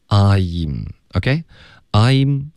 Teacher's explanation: OK 因为它就是还带了别的意思进去好的、嗯、第二句连读就是它好我们来学习一下 OK,这里 Joey 说 I'm,大家注意 I'm,这里有一个双元音 OK, I 的这个 E 一定要能听见如果你们发成 M,会导致各种问题 OK,所以一定要注意是 I, 你听到 E,后面你的嘴唇才能合上发一个嗯 I'm, OK, I'm